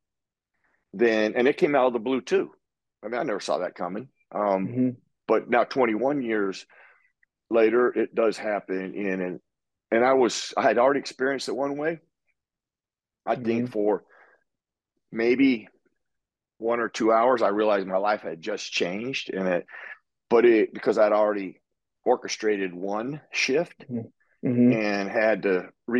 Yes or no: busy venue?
no